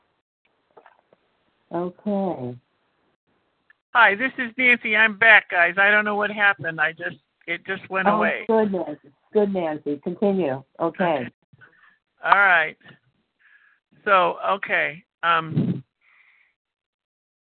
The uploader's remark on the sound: 100 Pounders Phone Meeting